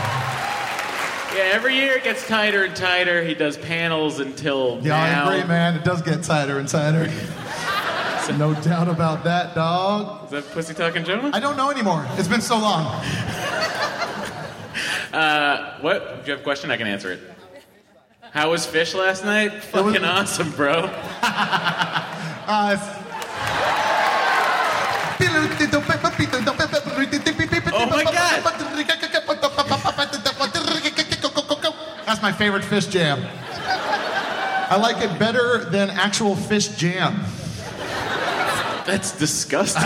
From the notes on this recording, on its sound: It's the first show from SDCC 2016 at the Balboa Theater! Takes some questions from the audience.